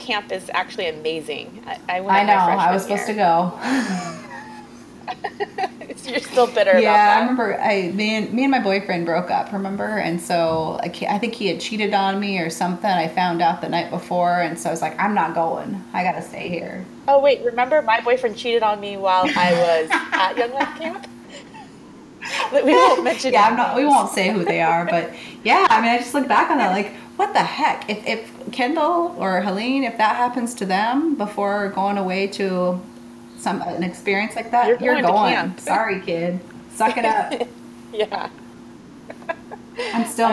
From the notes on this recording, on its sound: She sits in her Olympia home with birds chirping happily outside